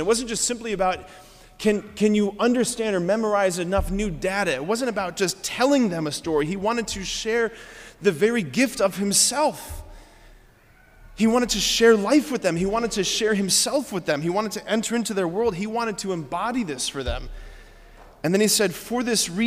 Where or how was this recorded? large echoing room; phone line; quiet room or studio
large echoing room